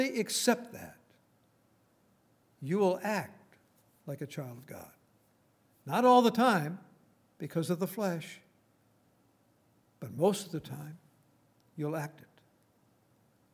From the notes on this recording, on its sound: Recorded on January 27, 2019, at Grace Bible Fellowship in Front Royal, VA.